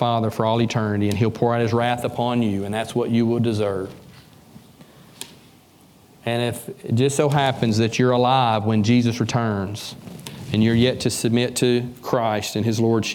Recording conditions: large echoing room